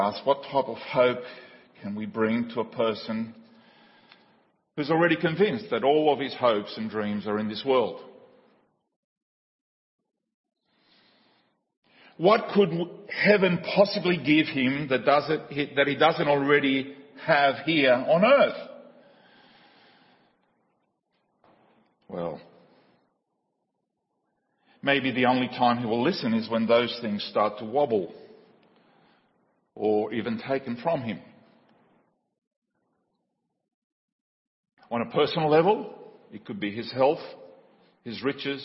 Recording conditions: large echoing room